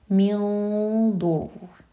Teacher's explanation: من ضر ہیوی اخفا، ضاد کے لیے زبان تیار، اور اگر آپ کی یہاں سانس ٹوٹتی ہے تو ہم را کو ہیوی کر کے رکیں گے، اور را کا شدہ واضح ہونا چاہیے پھر.